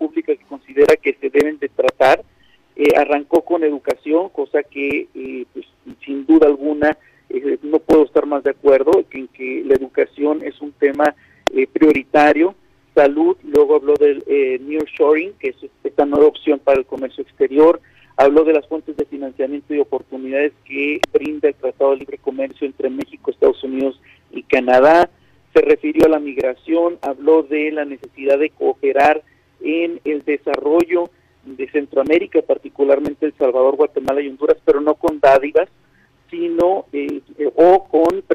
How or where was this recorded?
phone line